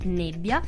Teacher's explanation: Esempio invece con l'accento acuto e quindi la pronuncia della vocale sarà chiusa